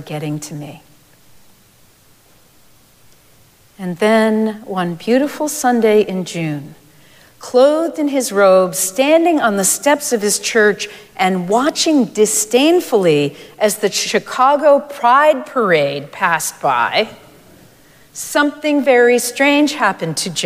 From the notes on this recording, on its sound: Recorded live at Arlington Street Church